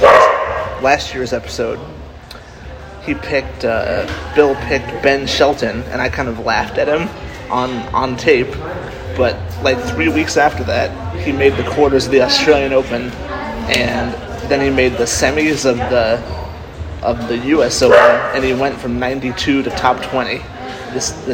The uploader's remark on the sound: live from Dos Coffee and Wine